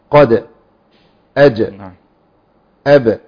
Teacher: خلي الحرف المقلقل أثناء فتح المخرج هياخد شبهة الفتح، قاد أج أب، لكن ما قلش أبا ولا أبي ولا أجا ولا أجي ولا أجو ولا أدا ولا أدي ولا أدو، هي إيه أدا بس، ما تزيدش عن كده خالص. · Term: قلقلة